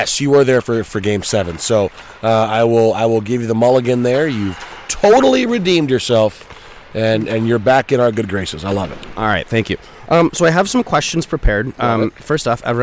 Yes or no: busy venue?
yes